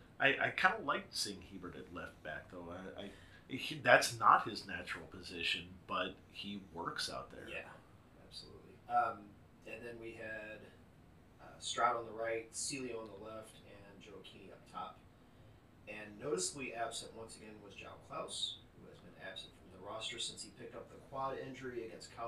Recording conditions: uneven or low level